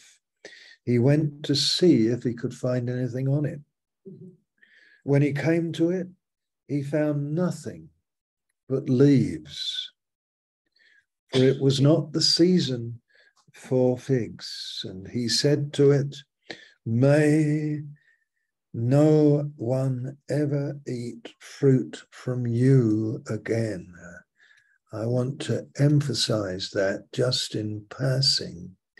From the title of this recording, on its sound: Malaysia Meets (Zoom)